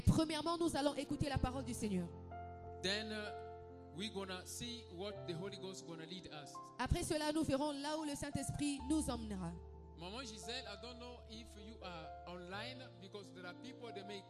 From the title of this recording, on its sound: Sunday Live Service